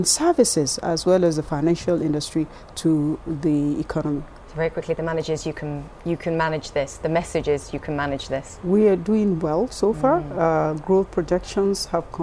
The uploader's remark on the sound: Live from the World Economic Forum.